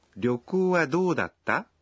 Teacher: Como se trata de una pregunta, hay que decirlo en un tono ascendente.